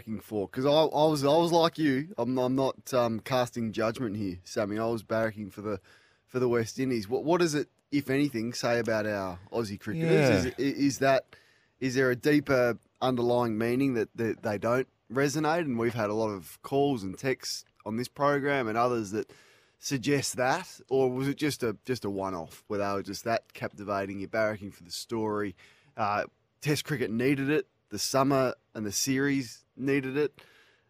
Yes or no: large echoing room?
no